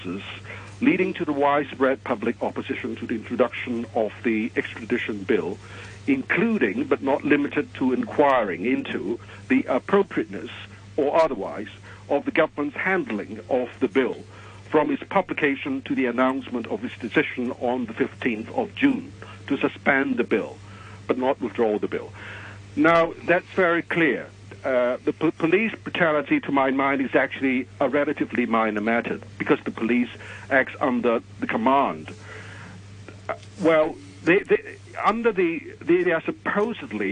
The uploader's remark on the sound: Policy Address Phone-in.